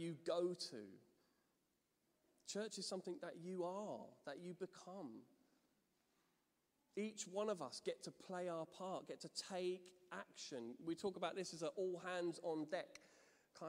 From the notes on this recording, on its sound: Streamed live at St Paul's Shadwell.